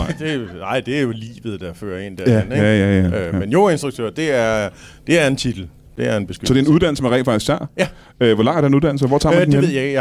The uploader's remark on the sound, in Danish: LIVE fra 27b i Kolding.